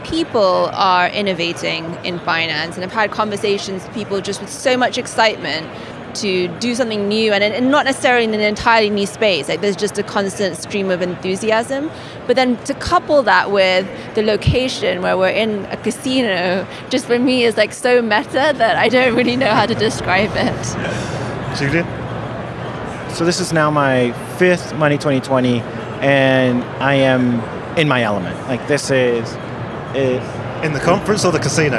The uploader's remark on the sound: Money20/20 USA 2022. Recorded in partnership with Banking Circle at Money20/20 USA, that took place in Las Vegas. We recorded a series of interviews on the Banking Circle booth with a number of the speakers and attendees from the conference.